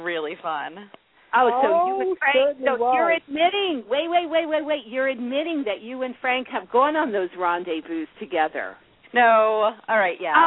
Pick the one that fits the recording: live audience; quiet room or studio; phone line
phone line